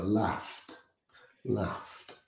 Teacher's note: with the GH making an F sound and the past D like a T